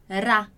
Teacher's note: Só que a diferença do som do R é que ele vai vibrar, né? Nossa língua vai vibrar ali.